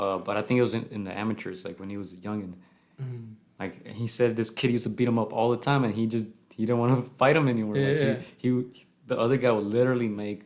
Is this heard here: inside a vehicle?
no